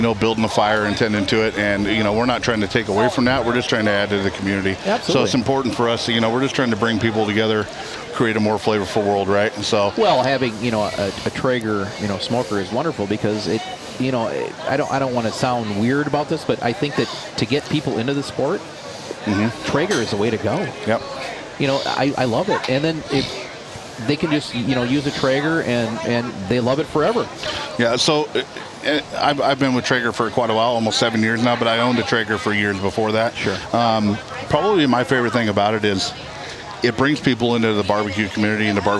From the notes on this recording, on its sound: Recording fun and informative interviews at the MN State Fair! We were invited to the MN State Fair by our friends at Beisswenger's Hardware & Power Equipment!